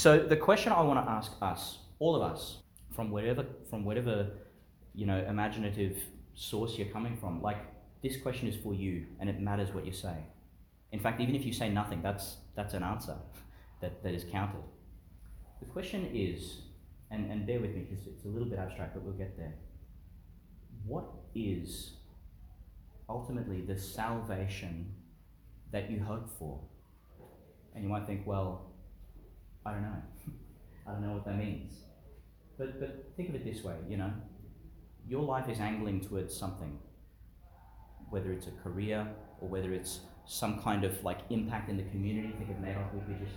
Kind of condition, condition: setting, large echoing room